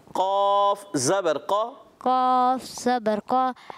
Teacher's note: قاف موٹا بھی کرنا ہے مگر ہونٹ گول نہ ہو